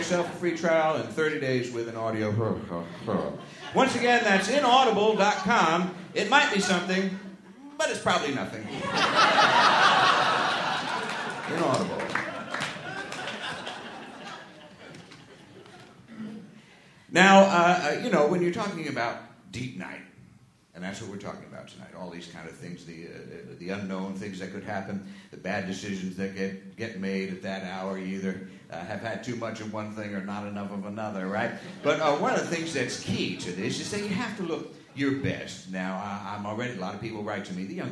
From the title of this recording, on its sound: Live at SF Sketchfest